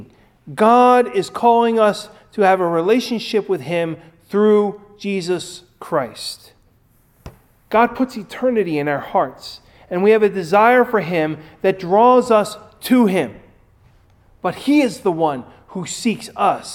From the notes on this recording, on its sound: Recorded at Ebenezer UMC